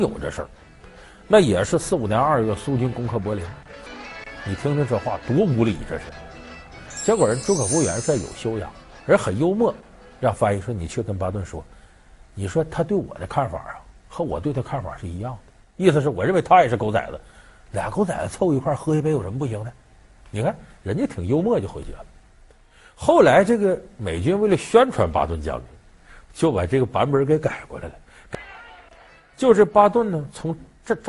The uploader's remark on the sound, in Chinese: 還有聽故事的觀眾